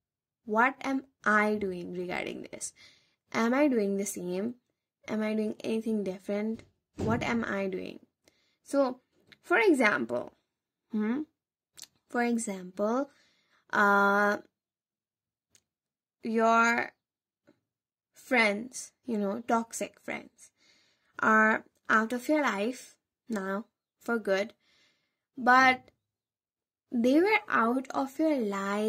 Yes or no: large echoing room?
no